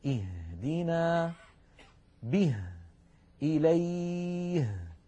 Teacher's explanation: تخرج هذه الهاء من أقصى الحلق وليس من الصدر